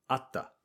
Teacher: We drop the last letter and replace that with ta, where there's a pause before the ta, as in atta